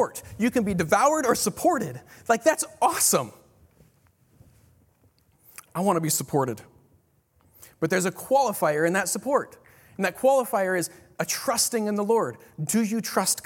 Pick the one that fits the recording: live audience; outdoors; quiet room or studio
live audience